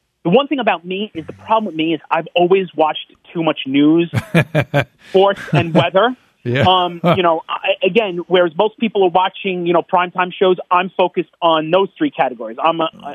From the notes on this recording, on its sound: Listener Phone Calls. Goes to the phones and answers listener calls!